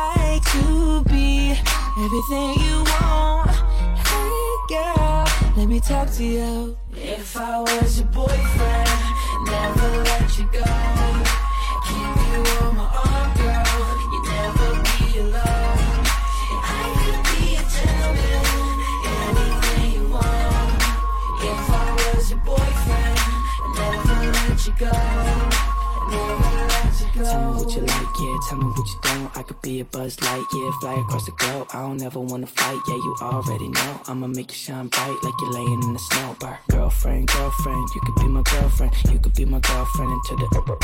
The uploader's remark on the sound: Live From The Club. This was recorded live from Boathouse !